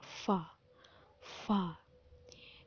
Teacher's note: fa dari segi uh, keluar atau tidaknya nafas sudah ketahuan ya fa dia adalah hamas karena keluar udara dari segi suara tawasud atau syiddah atau rahwah ini ke rahwah